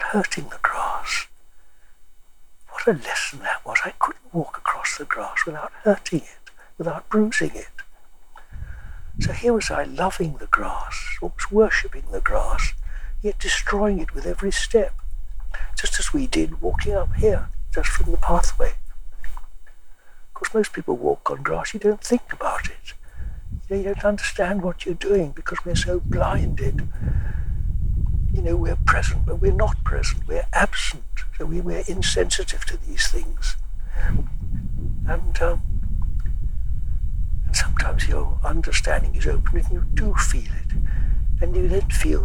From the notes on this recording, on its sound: Favourite hill just outside Bakewell. This gave us some wind and insect noise so apologies in advance for that.